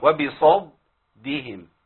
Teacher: فياتي بالدال الاولى مفخمه فيها شبه الضاد